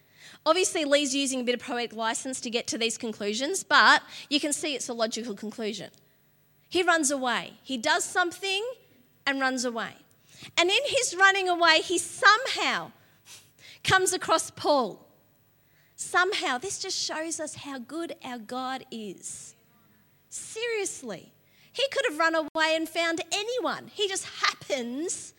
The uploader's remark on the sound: LIVE at Echo Church